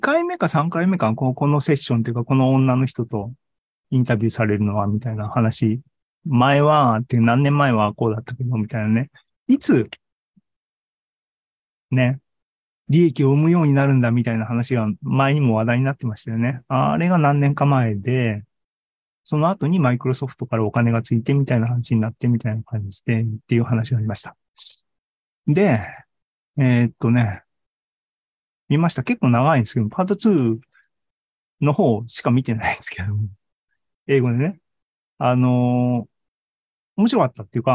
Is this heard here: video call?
yes